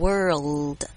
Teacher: 是你的舌尖要最后要顶到你的上颚